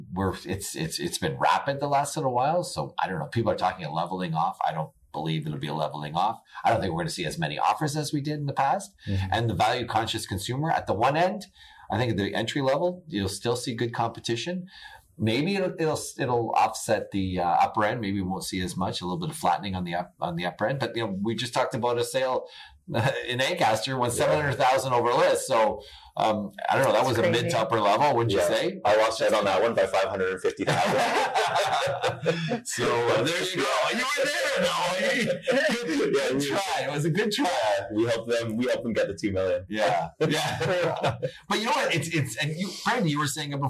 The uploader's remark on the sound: AUDIO GLITCH. We apologize for the poor audio for this week's episode. Even with the lower audio quality.